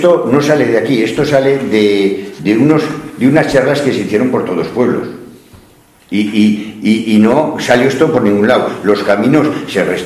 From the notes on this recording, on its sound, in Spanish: Audio correspondiente a la Sesión Ordinaria del Pleno del Ayuntamiento celebrada en el Salón de Actos del Ayuntamiento de Cella (Teruel).